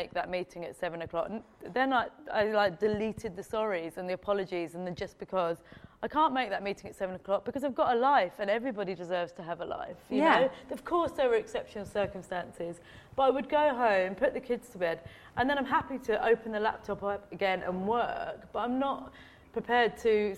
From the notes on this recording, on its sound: In front of a live audience at General Assembly in London.